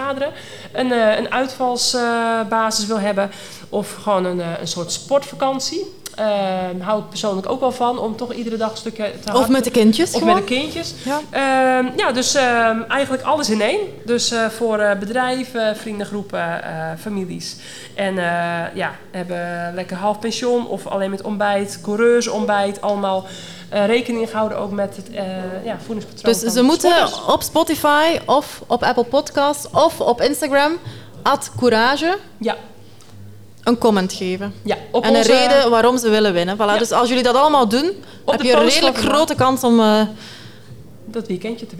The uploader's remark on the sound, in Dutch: Live vanuit een vol Café Coureur in Borgloon!